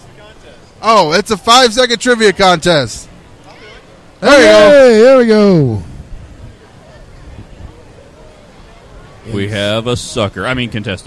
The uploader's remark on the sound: We did our show live from the floor on day 2. Comicpalooza 2016 - Live From The Floor On Day 2.